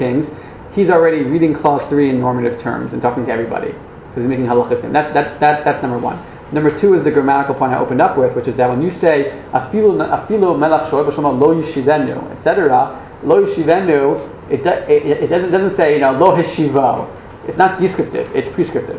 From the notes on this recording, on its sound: This audio was originally recorded on 11/29/2012 as part of Drisha's open night of learning for Hurricane Sandy Relief.